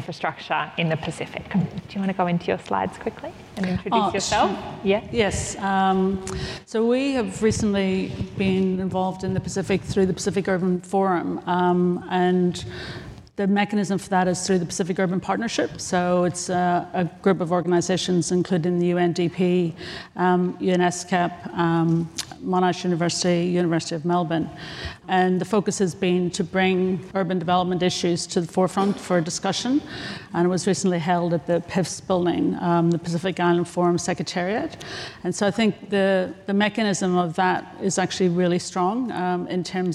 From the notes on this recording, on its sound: This episode was recorded live on Day 2 of CID Conference 2023. At Pipitea Marae Wellington.